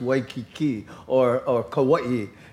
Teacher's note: You don't say Waikiki. The A and the I are like blended and almost, the I becomes almost a ghost where it's Waikiki or Kauai. · Term: diphthongs